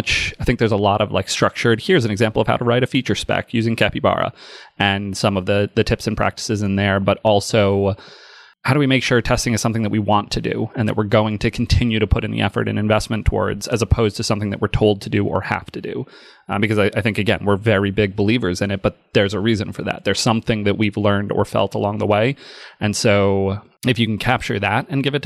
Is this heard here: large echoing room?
no